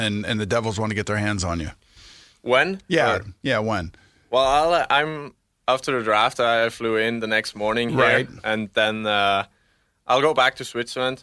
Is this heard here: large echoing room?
no